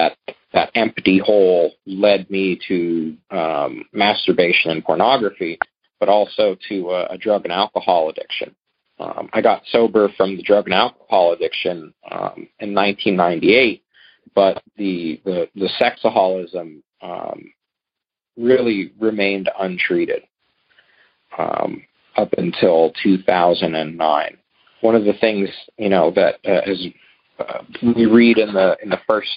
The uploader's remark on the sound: Monday Noon Phone Speakers Series.